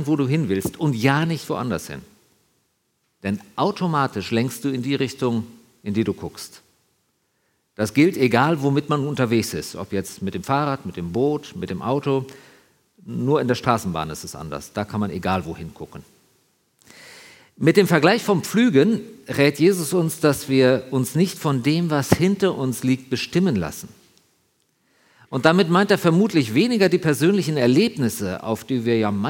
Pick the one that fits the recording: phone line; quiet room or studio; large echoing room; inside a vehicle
large echoing room